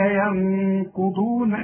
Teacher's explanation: النون دي اللي بعد الياء لازم تغنها، ما تقولش ينقضون وتضيعها. الذين ينقضون، شوف وايه حركتين، لا تزيد ولا تنقص، الغنه لا تزيد ولا تنقص عن حركتين. · Term: نون ساكنة